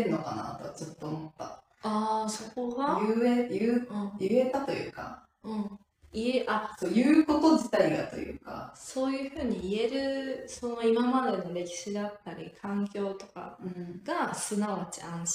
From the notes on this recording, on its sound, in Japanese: 引っ越しまえの新居、携帯のライトで照らしながら収録しました。音質が少し悪いです。